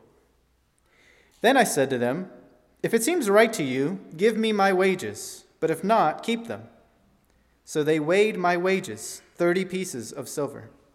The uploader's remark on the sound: at First Baptist Church in Delphi, Indiana